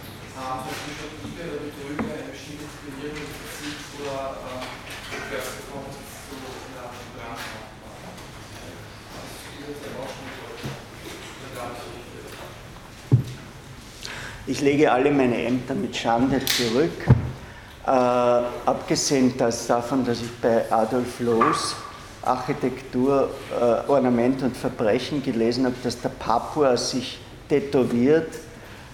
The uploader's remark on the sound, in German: Diese Vorlesung wurde von Studierenden aufgenommen